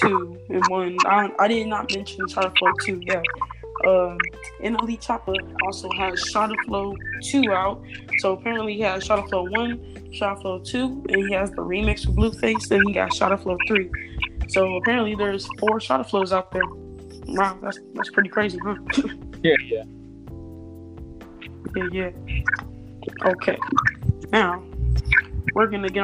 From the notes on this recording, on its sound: Sorry if there is a lot of glitchy noises in the background